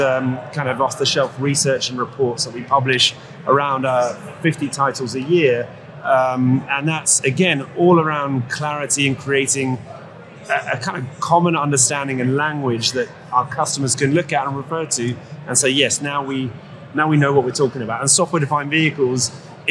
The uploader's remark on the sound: Live from AutoTech: Detroit